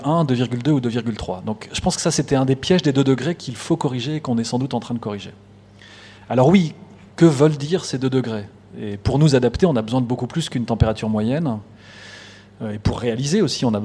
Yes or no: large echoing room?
yes